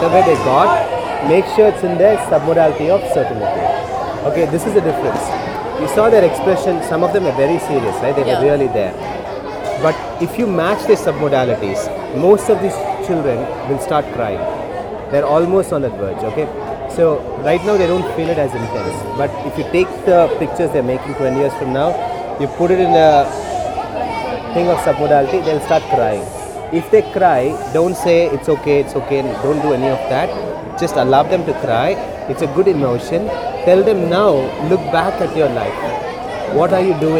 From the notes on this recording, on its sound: A recording of my conversation with the 100+ students that I worked with in a drive to empower some under privileged children.